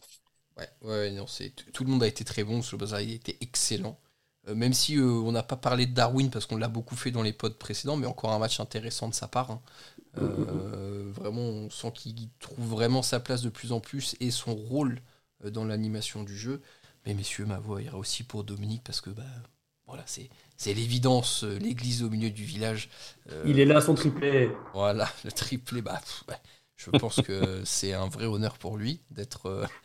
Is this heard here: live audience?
no